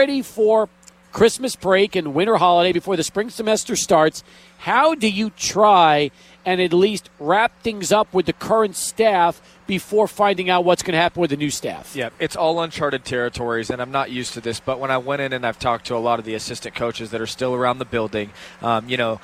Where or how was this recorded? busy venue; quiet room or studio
busy venue